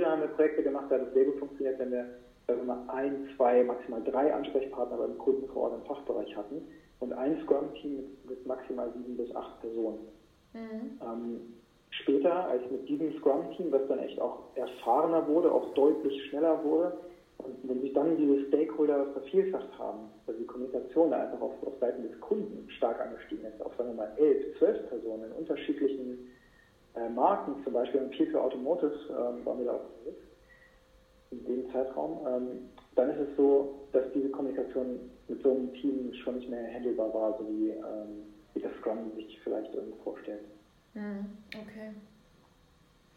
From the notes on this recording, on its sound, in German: Ich bitte die Tonqualität zu entschuldigen...